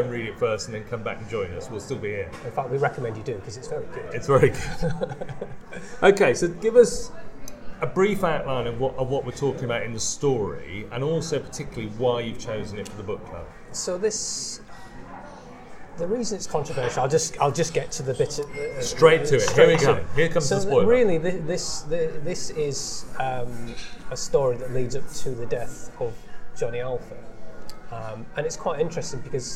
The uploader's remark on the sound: I took my mini recorder to a slightly noisy coffee shop in Cambridge